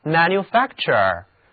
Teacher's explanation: 这个词的重音放在 fact fact 这个部分上